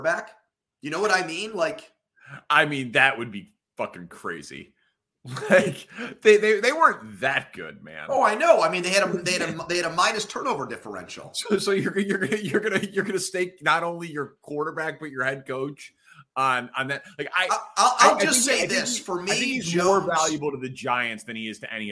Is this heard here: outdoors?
no